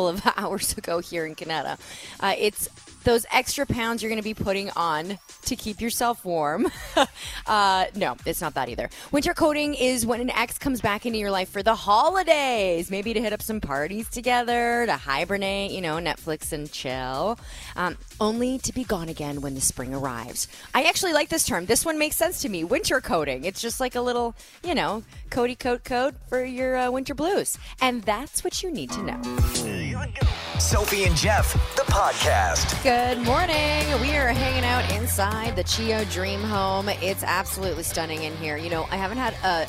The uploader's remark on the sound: Broadcasting Live From The CHEO Dream Home In Kanata. We’re live from The CHEO Dream Home.